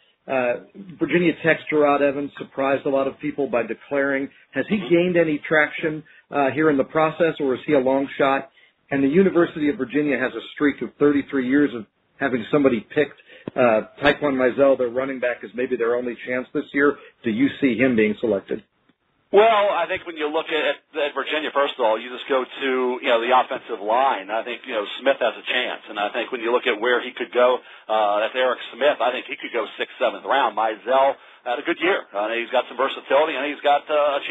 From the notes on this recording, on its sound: NFL Draft Conference Call